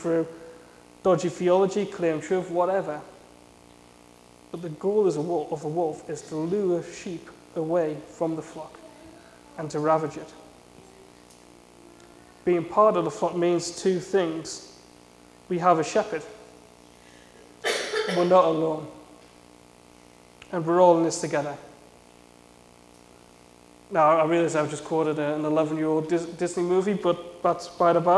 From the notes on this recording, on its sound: A sermon I preached at Saint John's Evangelical Church in Shiney Row on Sunday 5th November 2017.